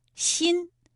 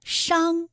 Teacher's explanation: 答案是心，它有前鼻韵母音，当然同时这里还有一个后鼻音伤，它的韵母是昂 · Term: 前鼻音